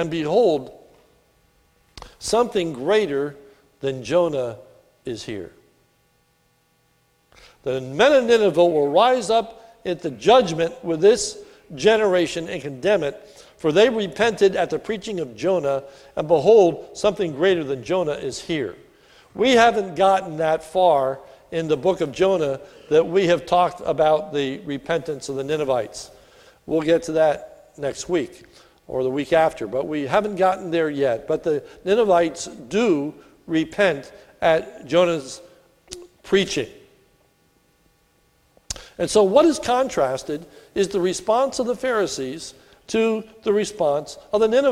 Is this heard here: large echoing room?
yes